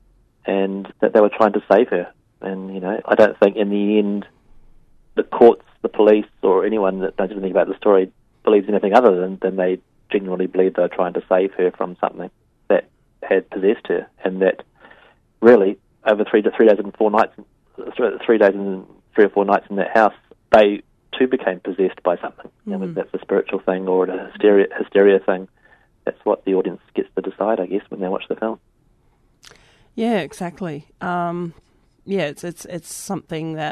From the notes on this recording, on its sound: speaks over the phone to film maker